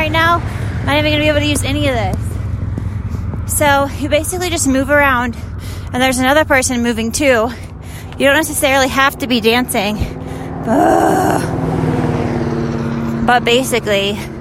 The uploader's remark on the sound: On the open road: Literally walking on a road in Utah. This is a weird short little episode - full of raw, unfiltered, unedited ramblin’.